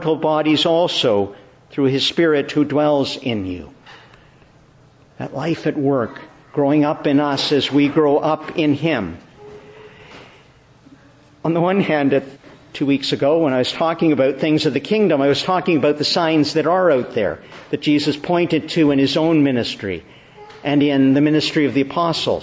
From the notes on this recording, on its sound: Morning Service. Preached in the Church of the Annunciation, Ottawa.